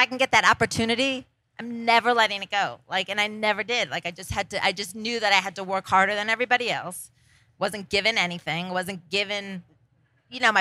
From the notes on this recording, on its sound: live from Project WOMENS Las Vegas